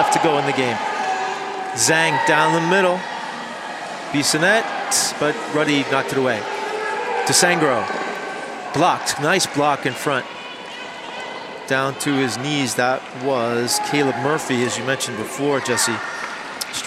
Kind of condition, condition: setting, busy venue